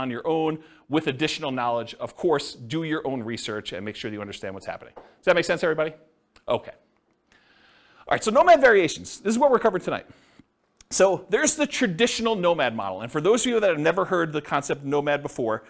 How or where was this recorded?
live audience